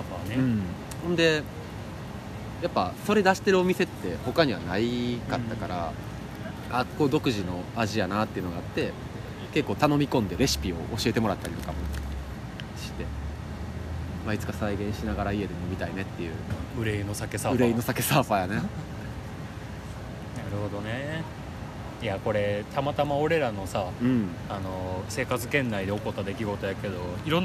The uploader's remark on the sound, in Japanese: 居酒屋が復活するとのことで、アフタートークはそこで収録しよう！気付けば高瀬川沿いで。